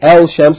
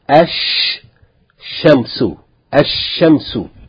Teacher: We don't say al-shamsu, the lam is not pronounced. Rather, the sun letter, the first letter of the word, is doubled with shadda, and the lam is replaced by that letter, so that the letter is pronounced twice. · Shown in: second take